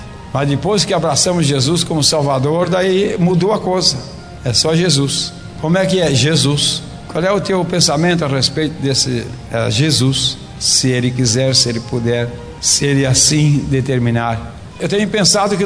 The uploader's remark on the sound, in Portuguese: Gravada em 2016 no Culto de Edificação Cristã na IEAD Joinville, SC.